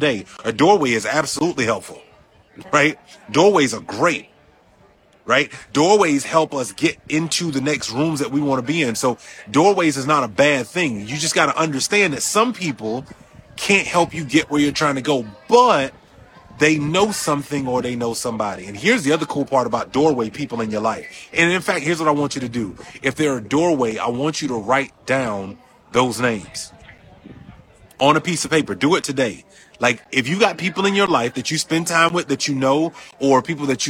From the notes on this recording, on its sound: Recorded October 4th from Vegas at the Next Level Mastermind